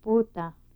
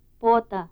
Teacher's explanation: minimal pairs contrasting the high back vowel and the mid back vowel